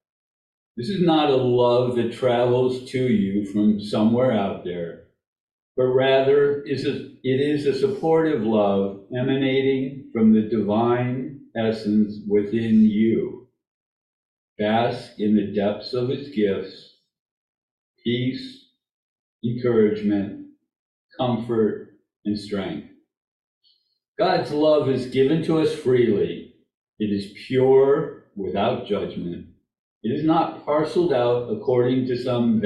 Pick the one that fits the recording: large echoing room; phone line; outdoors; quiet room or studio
large echoing room